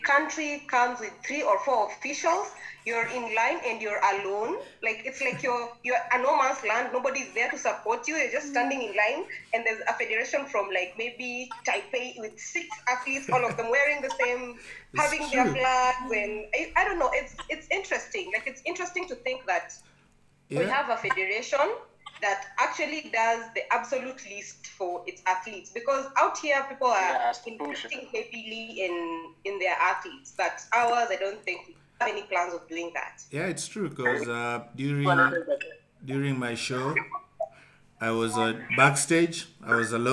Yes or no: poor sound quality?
yes